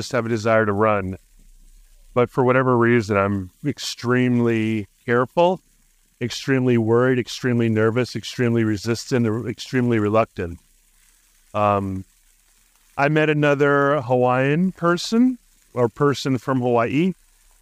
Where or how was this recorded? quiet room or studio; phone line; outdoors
outdoors